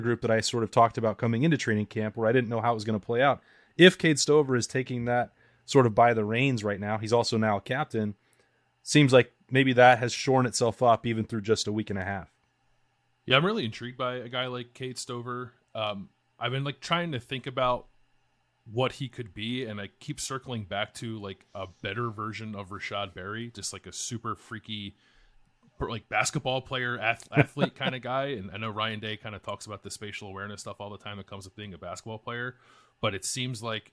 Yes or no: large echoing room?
no